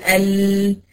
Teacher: فالصوت بيجي يخرج بيلاقي اللسان قافل المخرج من قدام، بيقوم منحرف من الجانبين · Term: الانحراف